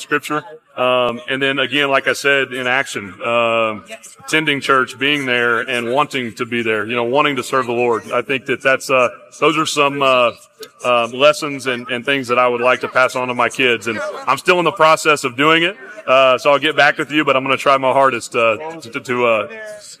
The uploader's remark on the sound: First Class Fatherhood was live at Allegiant Stadium in Las Vegas, Nevada for Super Bowl 58 Media Day!